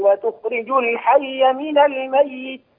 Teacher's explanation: لما وقفت على وتخرج الحي من الميت أظن أنك همست التاء · Term: همس التاء